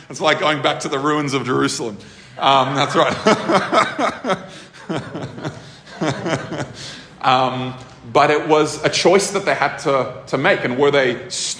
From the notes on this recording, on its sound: This episode was recorded at a Thrive Community gathering on 13th August 2023.